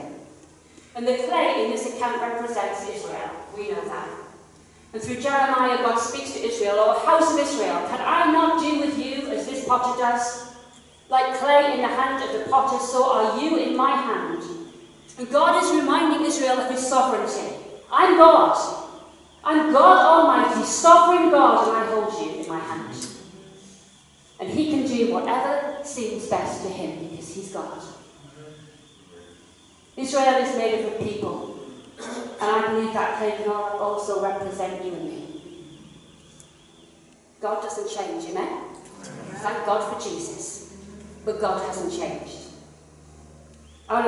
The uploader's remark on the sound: KCC's morning service. Please note that this is a live recording and at times audio quality may be affected by external circumstances.